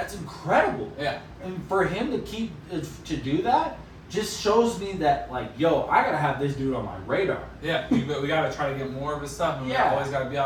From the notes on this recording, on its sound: We apologize for the audio on this episode, we had a technical issue where the microphone audio was corrupted and had to use the phone audio.